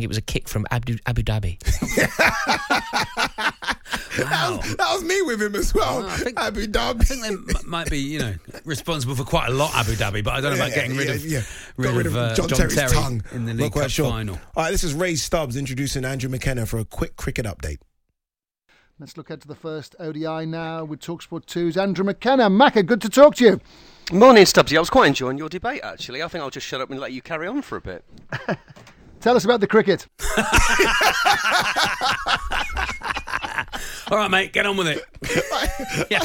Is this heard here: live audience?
no